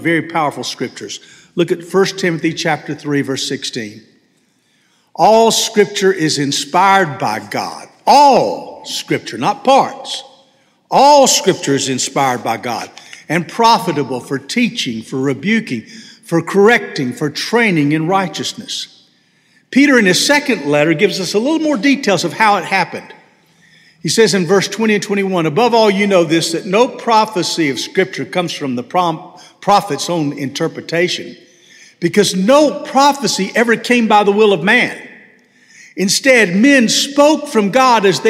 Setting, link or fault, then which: setting, large echoing room